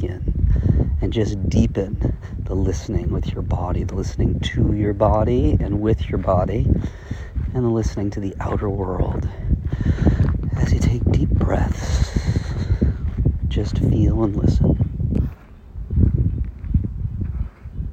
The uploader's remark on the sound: I took a walk while recording this Shift. Apologies for the audio buzz from the wind on this recording.